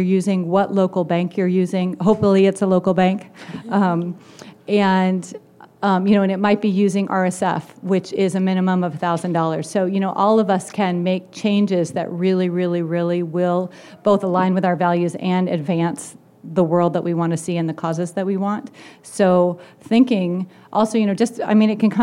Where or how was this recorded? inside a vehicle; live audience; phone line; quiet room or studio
live audience